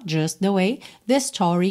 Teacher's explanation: Então, just the way, junta ali num T só